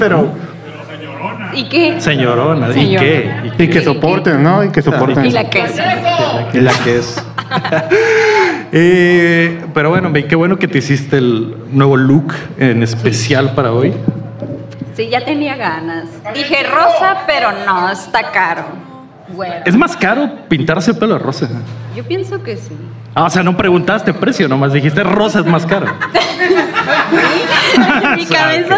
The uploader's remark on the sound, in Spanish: En Vivo desde la UPDACON 2023. Regresamos a grabar en vivo desde Mexicali BC, frente a nuestra gente.